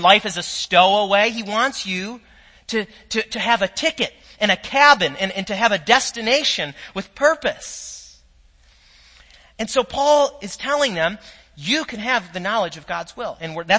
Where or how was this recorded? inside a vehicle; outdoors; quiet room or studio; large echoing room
large echoing room